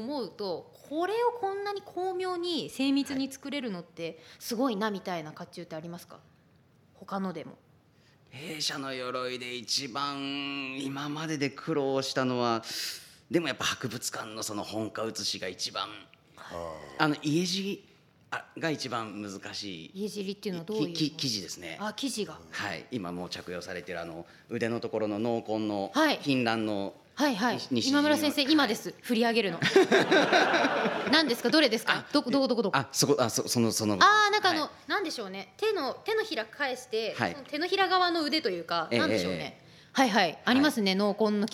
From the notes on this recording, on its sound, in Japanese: 公開収録回〉。甲冑でラジオをする人は初。昔の作り方をしたらガチャガチャ音はしない。